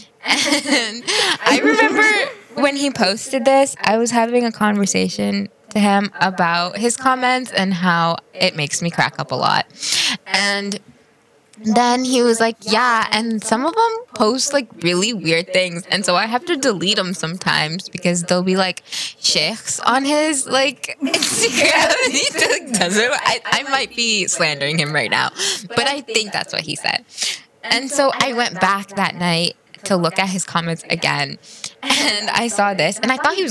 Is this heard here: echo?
yes